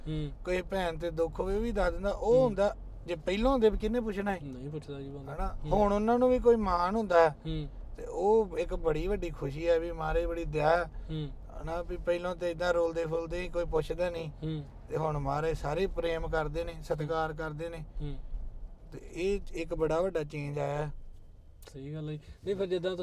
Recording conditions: inside a vehicle